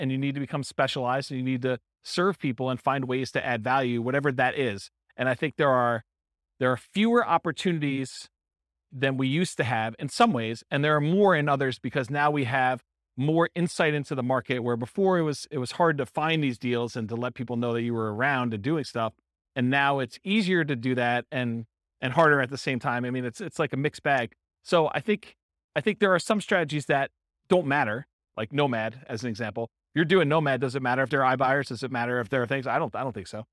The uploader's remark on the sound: This was a live class recorded.